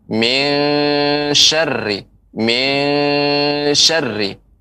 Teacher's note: Nun mati bertemu dengan shin itu ikhfa. Jadi harus samar.